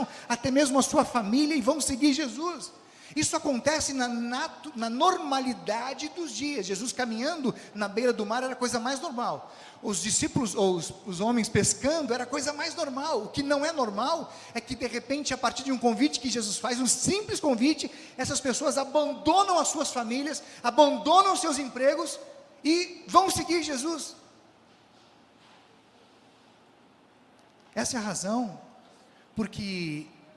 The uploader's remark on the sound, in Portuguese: Mensagem proferida no culto ao vivo do dia 29 de janeiro de 2023, da Congregação Evangélica Luterana da Esperança, de Brasília (DF).